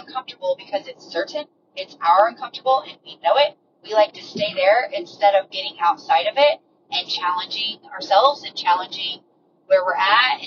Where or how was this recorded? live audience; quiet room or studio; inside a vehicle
inside a vehicle